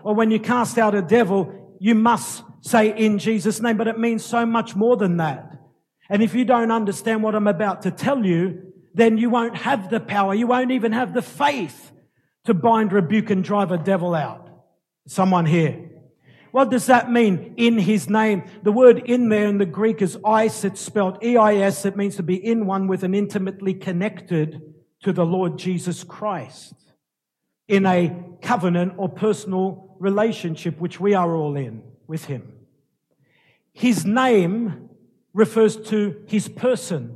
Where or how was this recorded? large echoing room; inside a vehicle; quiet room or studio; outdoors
large echoing room